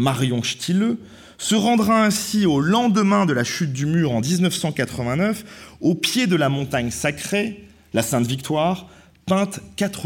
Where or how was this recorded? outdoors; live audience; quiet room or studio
live audience